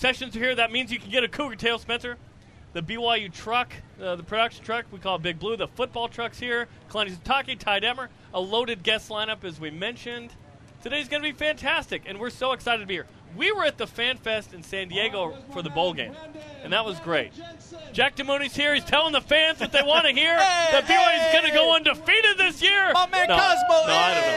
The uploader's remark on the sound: Fan Fest from Las Vegas